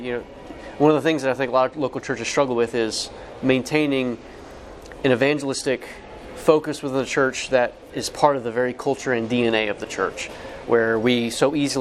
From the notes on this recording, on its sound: LIVE at the IFCA Convention. The IFCA Int National Convention in Covington, KY.